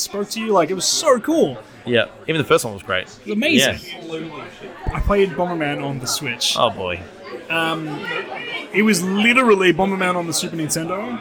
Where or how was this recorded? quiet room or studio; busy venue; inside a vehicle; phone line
busy venue